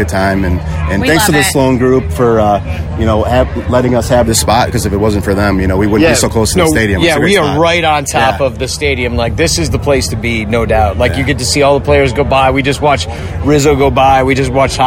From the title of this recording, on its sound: Live From the Club 400 Tent